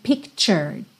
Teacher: Esse T é ch, ch.